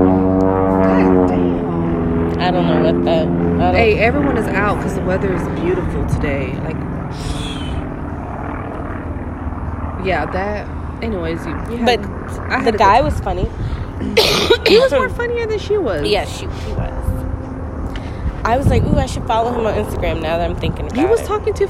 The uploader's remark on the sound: We have two quick guest pop on just to shoot the breeze.. We recorded outside because it’s nice.